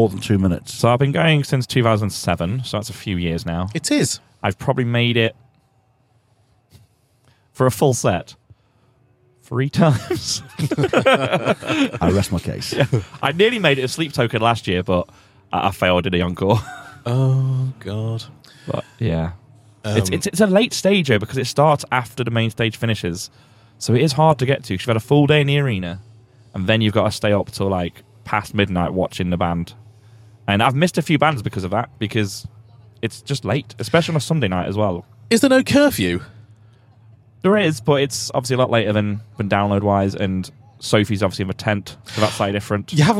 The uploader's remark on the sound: We sit down at Bloodstock